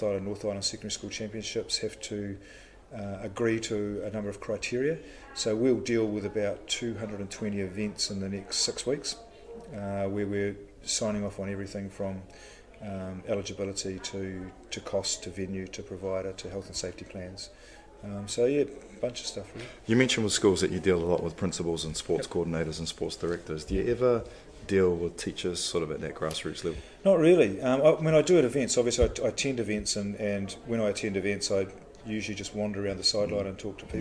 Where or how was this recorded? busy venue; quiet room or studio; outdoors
busy venue